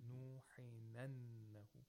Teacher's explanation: This is Naql, which means the haraka of the Hamza transfers to the previous letter, which is Sakin. Which is Nun Sakina.